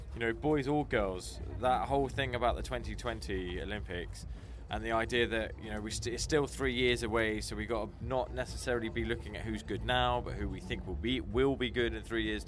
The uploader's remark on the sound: I caught up with lots of people over the 3 days I was at NASS, many of them had things to say (when I shoved a mic in their face and asked them questions).